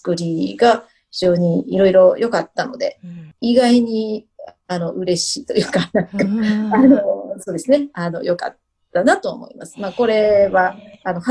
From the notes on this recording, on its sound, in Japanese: Zoom収録